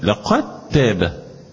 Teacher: ادغام الدال في التاء ادغام تام كامل